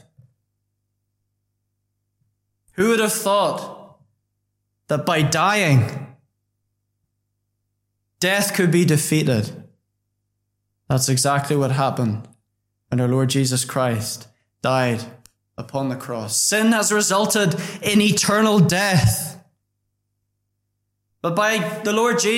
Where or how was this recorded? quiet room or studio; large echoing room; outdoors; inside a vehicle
large echoing room